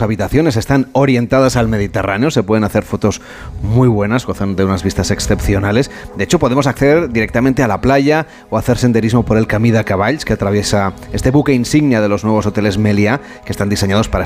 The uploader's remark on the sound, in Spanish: emitimos en directo desde el hotel Villa Le Blanc Gran Meliá de Menorca